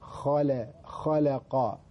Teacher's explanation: اللام من الحروف المرققة، والقاف من الحروف المفخمة، فهذا اللام وقع بين مفخمين، فيجب الاعتناء به اعتناء جيد، لا تجر القاف اللام إلى التفخيم · Term: حرف مرقق بين مفخمين